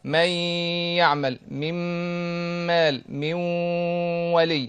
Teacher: جاء التنوين بعده ميم، كذلك نفس الكلام، نقلب التنوين الى ميم وندخلها في الميم اللي بعدها، نعمل حرف واحد فقط اللي هو ميم مشدده ونديها حركتين غنه · Term: ادغام بغنه